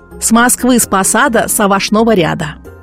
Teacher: Также московский говор отличает аканье, то есть употребление звука «а» на месте неударных «а» и «о»